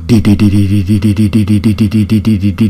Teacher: Trong lần lặp lại cuối cùng nên đọc thần chú to hơn. Âm tiết cuối cùng là chữ Đi nên được ngân dài.